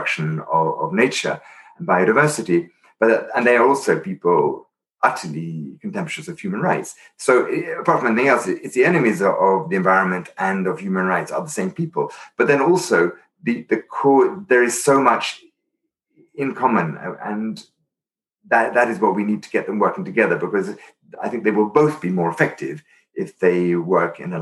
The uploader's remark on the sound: Interview recorded via Zoom